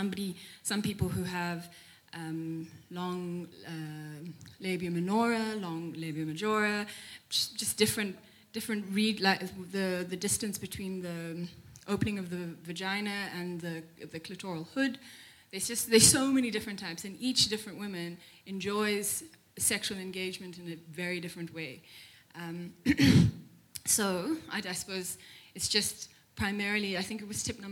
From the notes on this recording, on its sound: A very intense conversation between the live audience and the guest hosts. A few debates amongst the audience is what made this episode magic.